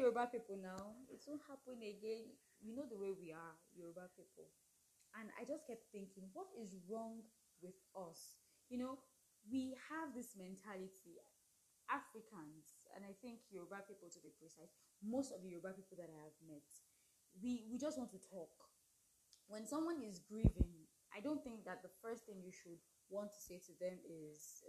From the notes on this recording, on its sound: background noise and I couldn't bring myself to record again.